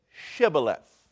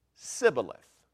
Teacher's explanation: the Ephraimites had an accent that prohibited them from being able to say the sh sound. · Shown in: first take · They could say a s sound, but they couldn't say a sh sound.